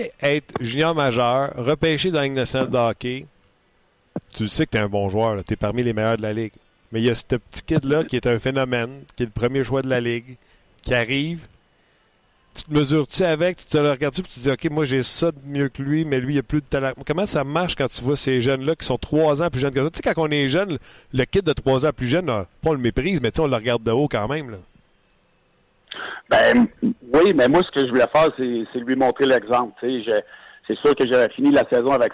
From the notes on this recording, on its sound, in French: En direct de l'entraînement du CH à Brossard. Au bout du fil.